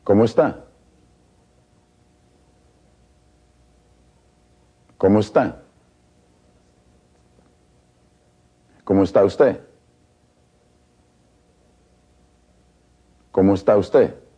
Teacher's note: Notice the linking of the vowels between the words